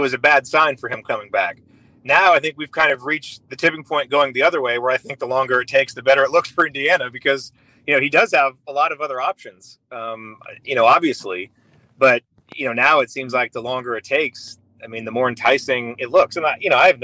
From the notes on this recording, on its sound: On this impromptu, in-the-car edition of Assembly Call Radio